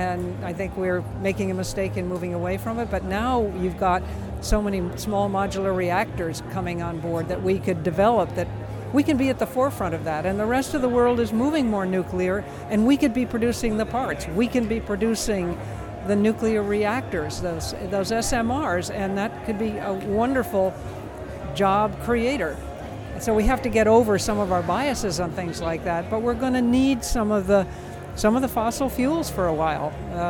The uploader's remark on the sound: A special live, on-location episode of The Power Connect this past weekend as we went to the Forward Party Kickoff Convention at the Bayou City Event Center on the southside of Houston